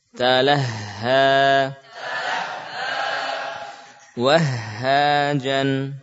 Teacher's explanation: diusahakan suara pada huruf H mengalir bersama nafasnya, bukan hanya nafas saja · Term: Tasydid pada huruf ha